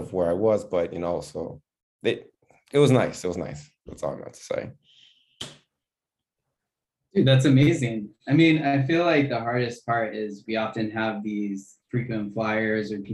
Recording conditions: video call